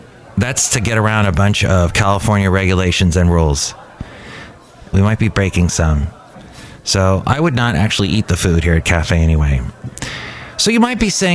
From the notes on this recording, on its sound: Podcasts live from Cafe Anyway.